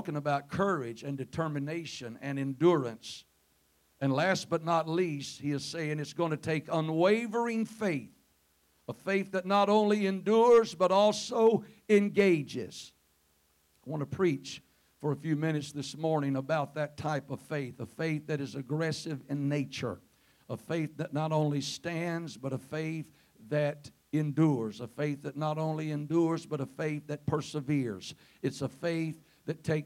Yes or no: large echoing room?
yes